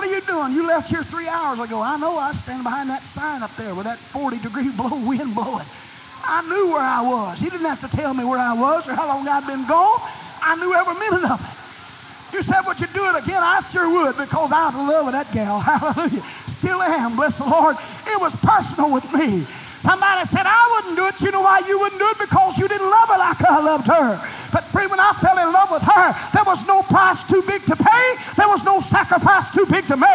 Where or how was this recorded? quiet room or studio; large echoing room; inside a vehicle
large echoing room